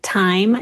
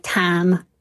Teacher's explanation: the most stereotypical aspect of the Southern accent is turning the I vowel into something more like an ah · Shown in: second take · So in a word like time, T-I-M-E, that becomes more like tam.